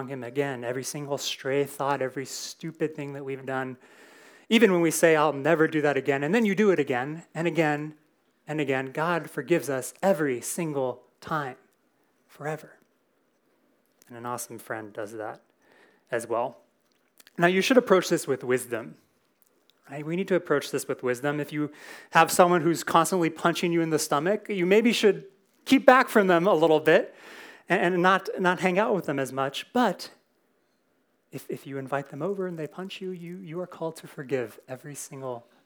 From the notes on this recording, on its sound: Recorded in SAL101.